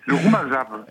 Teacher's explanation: en malgache, on ne prononce pas le AO. On termine sur le V, le roumazave.